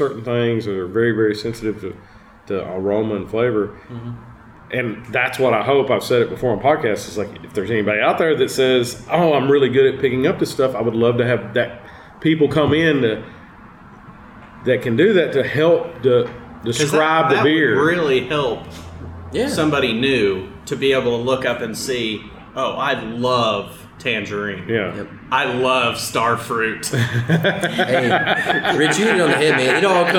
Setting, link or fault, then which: fault, background noise